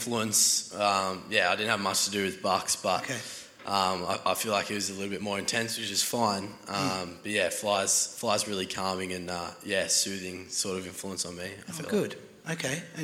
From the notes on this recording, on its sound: That's Good for Footy panel show LIVE from the Mulgrave Country Club